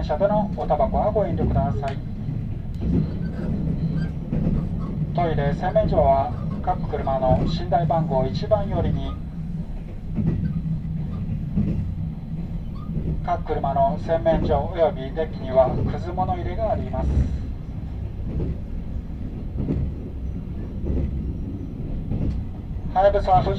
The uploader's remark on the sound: I was impressed to ride the Blue Train. This sound is an in-car broadcast that is played after leaving Shimonoseki Station. ZOOM H2.